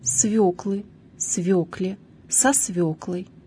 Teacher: Итак, слово «свёкла», имеющее значение «корнеплод с толстым сладким корнем», произносится с ударением на первом слоге «свёкла». При склонении ударение не смещается